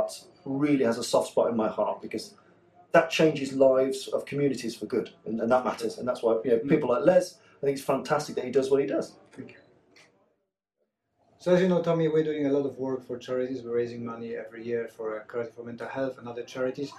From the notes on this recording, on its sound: Short interview. Recorded during Fight Like Your Grandad Seminar.